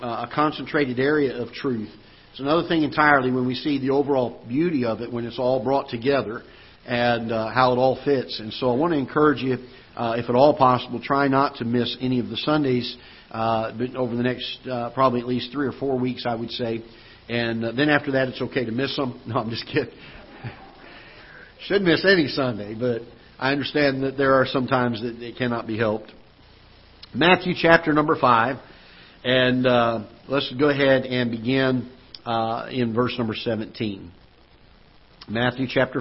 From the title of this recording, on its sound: Ketha Heights Baptist Church ~ Live Broadcast